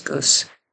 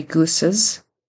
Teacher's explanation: He forgets the plural Z sound at the end. · Shown in: second take · He just says goose.